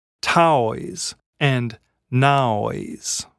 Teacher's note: he's turning a diphthong, the oi sound in toys and noise, into a triphthong, or three vowel sounds. So the words are now pronounced taois and naois.